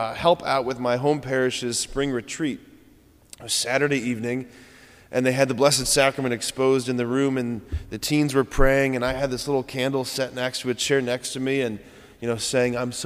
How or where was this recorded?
large echoing room